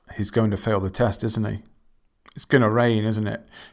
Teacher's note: Falling intonation when you think that you know the answer already and you're looking for confirmation.